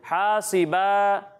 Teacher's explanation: ایک الف کے برابر با کو کھینچنا ہے